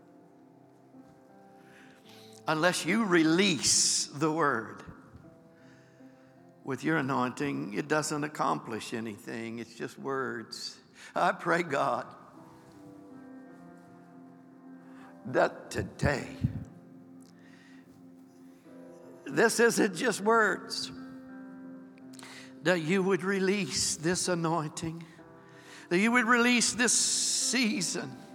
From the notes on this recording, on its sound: Recorded live on 4/23/23.